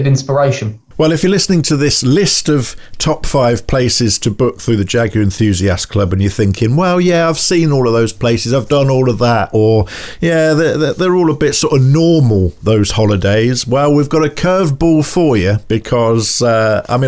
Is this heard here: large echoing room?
no